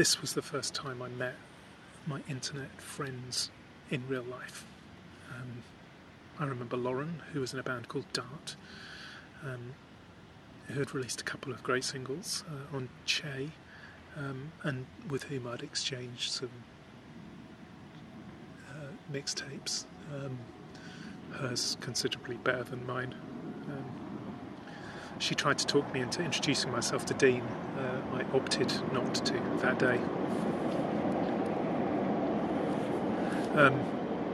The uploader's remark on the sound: This podcast was recorded by the river at Kew with accompaniment from ducks, trains, boats, and the tide. The whistle at the end is the sound of a District Line train going over Kew Bridge, and the wash lapping my feet is from a tourist boat heading towards Richmond.